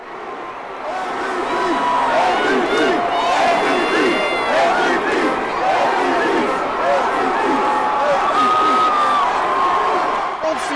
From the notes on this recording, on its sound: Capture the sounds Astros’ World Series championship parade. Fox 26's Live Coverage of the prade.